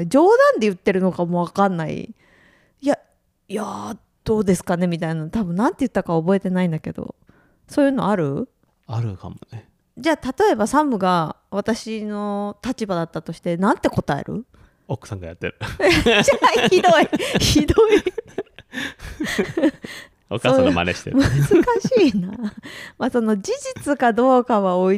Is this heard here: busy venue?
no